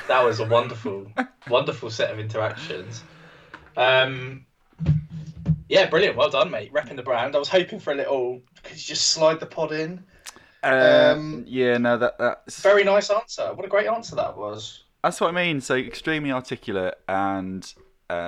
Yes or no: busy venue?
no